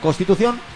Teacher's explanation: Se han obviado todas las N's delante de las S's. Se han obviado todas las letras oclusivas, todos los fonemas oclusivos.